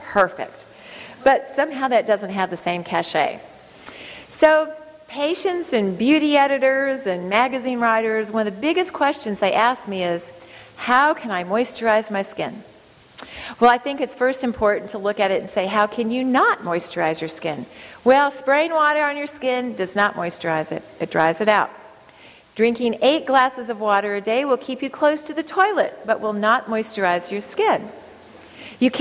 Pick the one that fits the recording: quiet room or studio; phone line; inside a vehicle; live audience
live audience